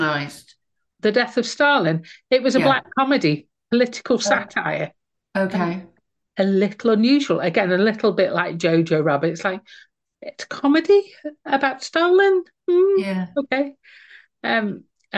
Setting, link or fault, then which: link, video call